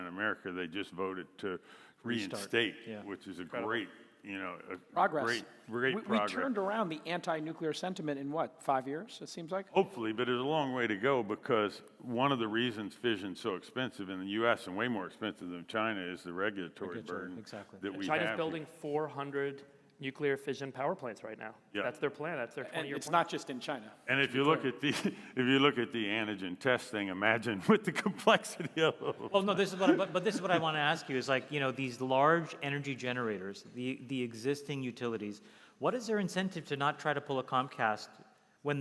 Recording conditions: live audience